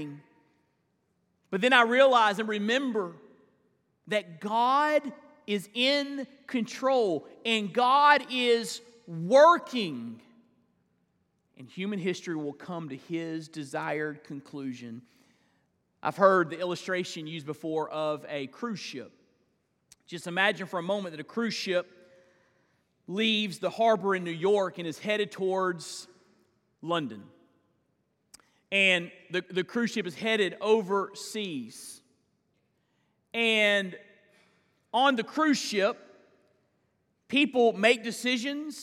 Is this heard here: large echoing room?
yes